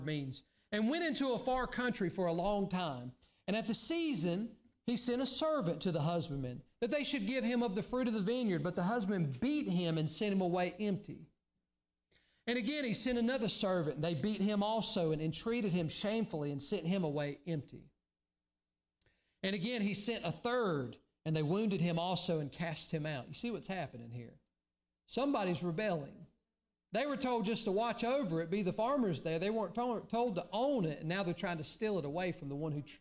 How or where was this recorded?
large echoing room